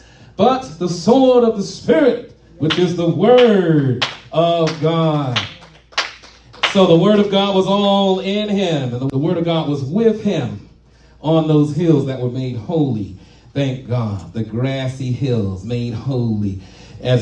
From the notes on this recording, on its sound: live at RACC